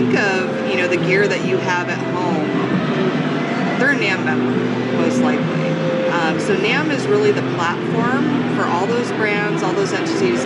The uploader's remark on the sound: during the Winter 2017 NAMM show in California.